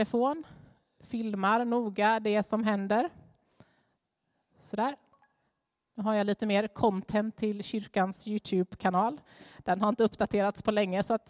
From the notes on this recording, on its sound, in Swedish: Inspelning från Immanuelskyrkan Skövde.